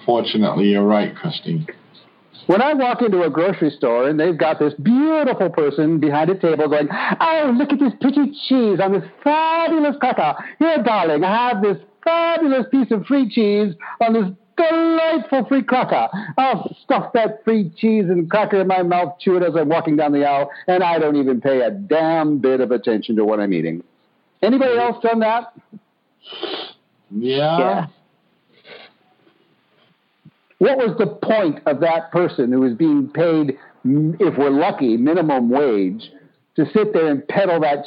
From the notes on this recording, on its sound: On Monday's we're BLOWING UP Soul University's Pay Me What I'm Worth conference-call based classes. We record (then broadcast) our classes.